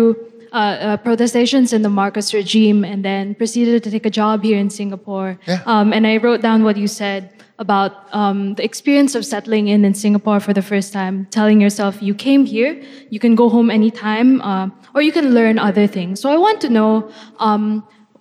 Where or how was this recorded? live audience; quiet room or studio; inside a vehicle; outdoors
live audience